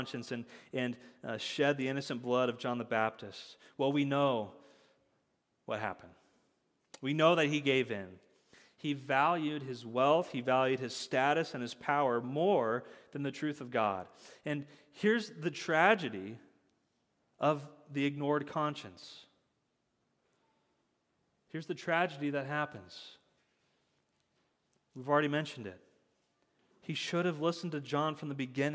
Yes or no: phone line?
no